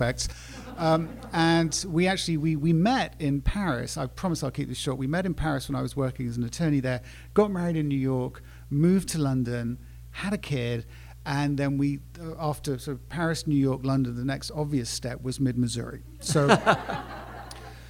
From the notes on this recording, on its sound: Live from Unbound. Live from the festival in Columbia, Missouri. Takes questions from the live audience at Unbound.